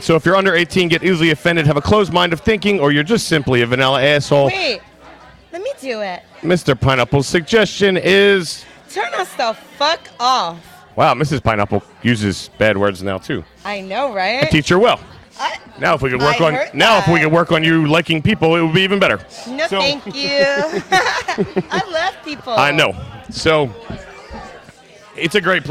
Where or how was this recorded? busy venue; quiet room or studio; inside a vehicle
busy venue